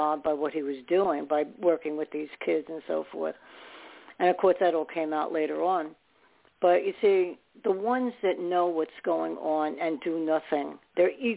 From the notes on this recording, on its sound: Those who call in will form a panel